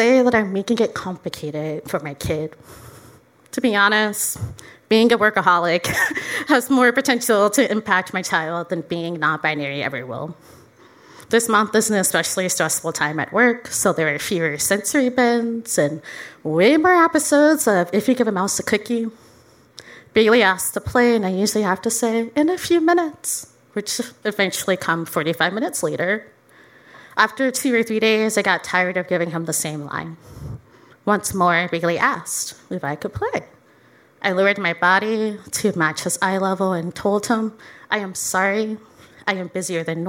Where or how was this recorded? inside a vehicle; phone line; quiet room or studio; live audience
live audience